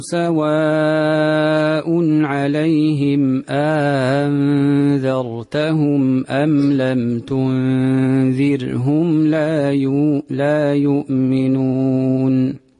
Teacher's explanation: في ميم الجميع بوجه الإسكان، بوجه عدم الصلة